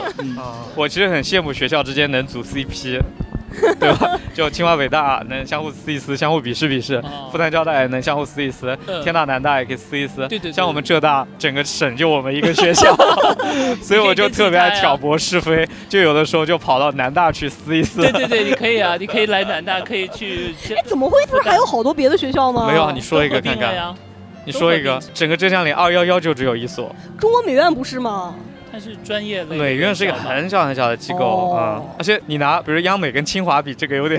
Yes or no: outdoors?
yes